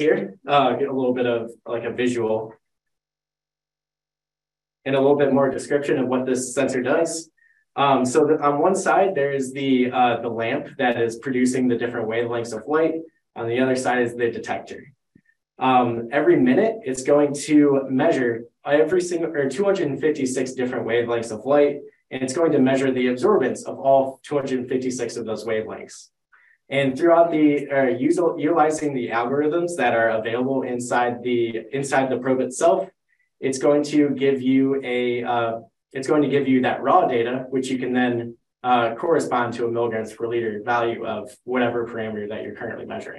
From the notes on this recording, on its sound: This live educational webinar will be 50 minutes with 10 minutes for Q&A.